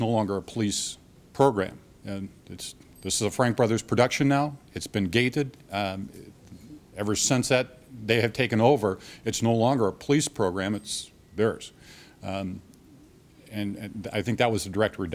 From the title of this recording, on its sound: Press Conference on the 2011 Freakfest